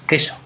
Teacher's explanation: en castellano nos comemos la U y hacemos queso